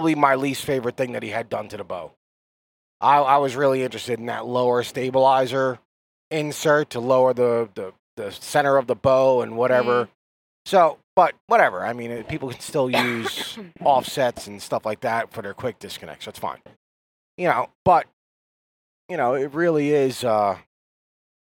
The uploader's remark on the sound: After range time chat in the car.